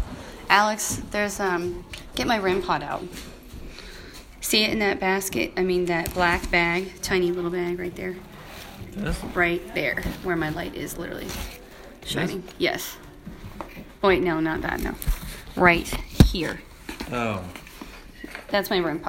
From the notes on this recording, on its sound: Snow Hill On Location: locker room & Tunnel Room.